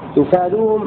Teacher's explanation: تفادوهم بضم التاء وفتح الفاء وألف بعدها